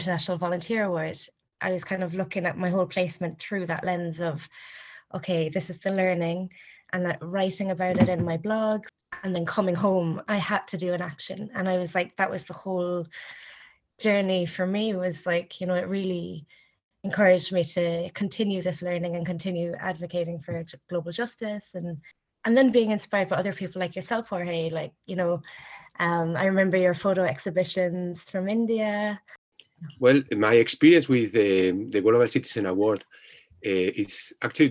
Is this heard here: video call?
yes